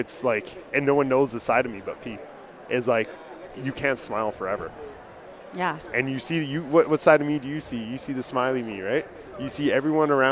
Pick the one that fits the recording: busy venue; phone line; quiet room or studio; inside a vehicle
busy venue